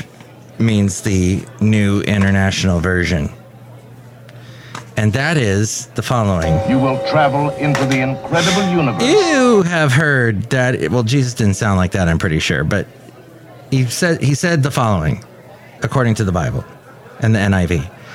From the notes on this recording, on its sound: podcasts live from Café Anyway